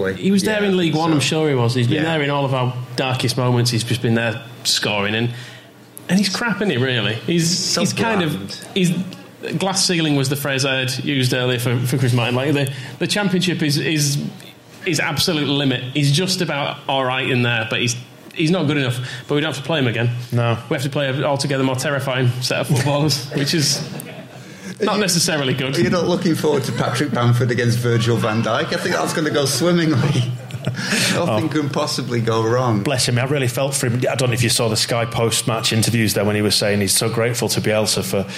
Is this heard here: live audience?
yes